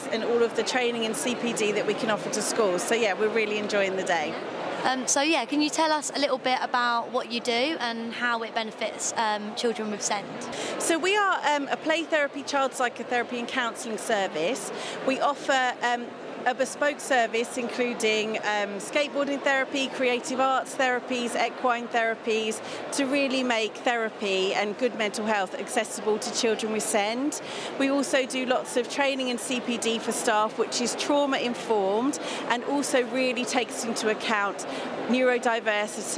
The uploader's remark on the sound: The SEND Network were lucky enough to attend the Tes SEND Show. Caught up with some of the speakers and exhibitors at the show.